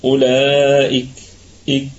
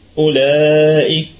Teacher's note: ويكون الهمس هو بعض الهواء الذي يصاحب حرف الكافي حال السكون، ولا يكون صوتا أو فرقعة هكذا، أولئك هذا خطأ، أما الصواب أن يكون هواء يصاحب الحرف · Term: همس الكافي